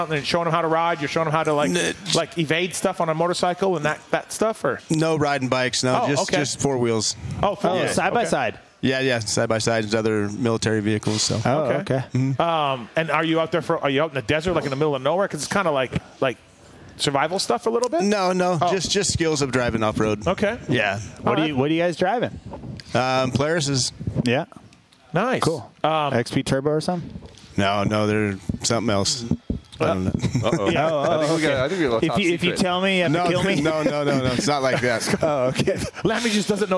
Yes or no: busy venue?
yes